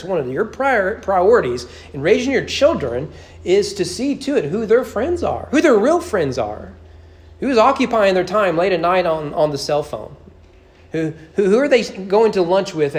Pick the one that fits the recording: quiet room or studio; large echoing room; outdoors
large echoing room